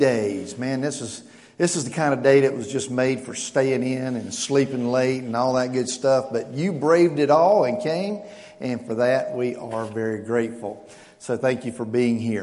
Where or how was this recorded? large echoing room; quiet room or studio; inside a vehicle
large echoing room